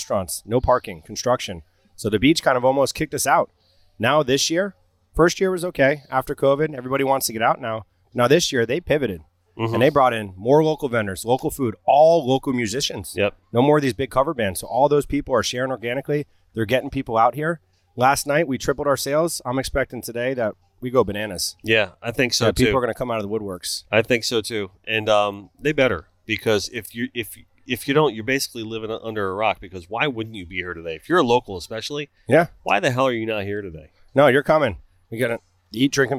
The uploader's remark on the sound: Connected By Water: ON LOCATION. We were all set up with our trailer, aka “The Minnow” for the 2022 Pompano Beach Seafood Festival.